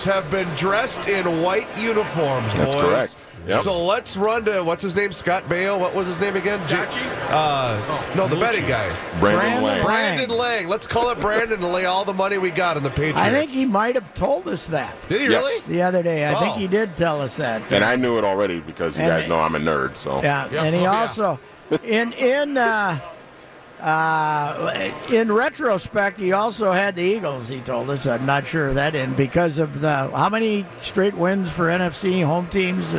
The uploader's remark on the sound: Live from Radio Row at the Mall of America. Live in studio.